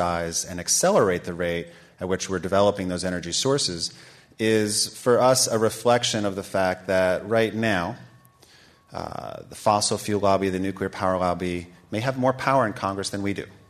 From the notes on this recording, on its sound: This program was recorded in front of a live audience at The Commonwealth Club on May 18, 2010